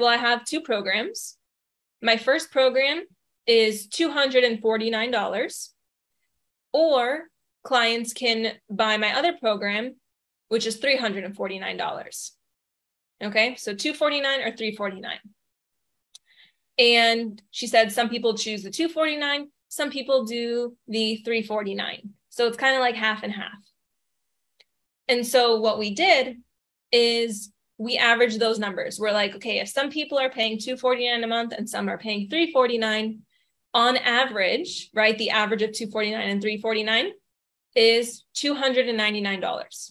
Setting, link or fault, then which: link, video call